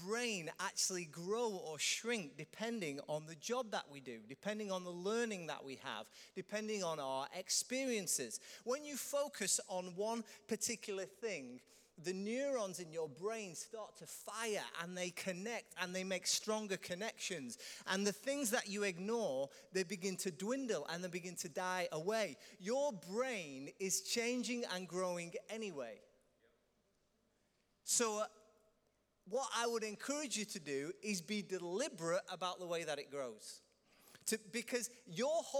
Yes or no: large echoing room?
yes